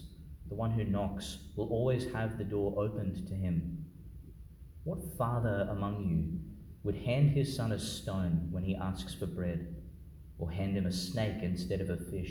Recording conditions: large echoing room